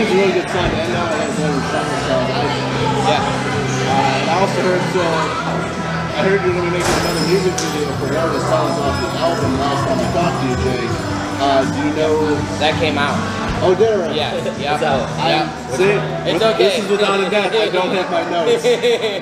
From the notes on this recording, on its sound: Interview recorded at Smith's Downtown in Mishawaka, IN.